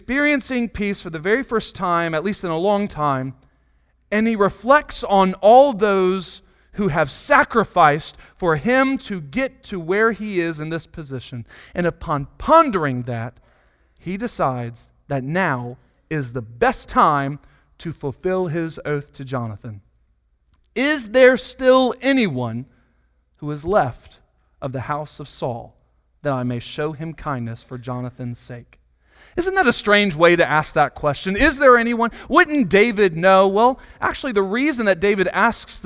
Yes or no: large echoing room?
yes